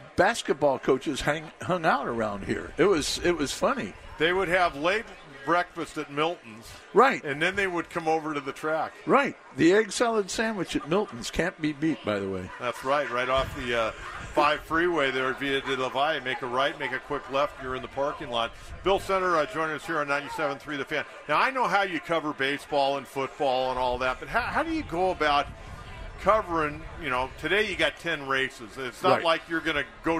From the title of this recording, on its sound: Live from Del Mar Opening Day